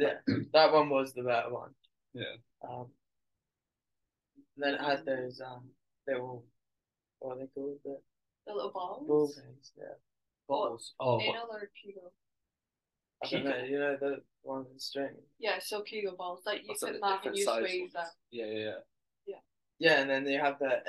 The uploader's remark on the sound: Apologise about the quality of the audio as it kept jumping in and out.